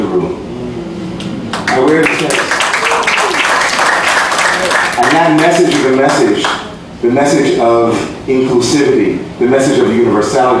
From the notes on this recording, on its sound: Live at ABC Home and Carpet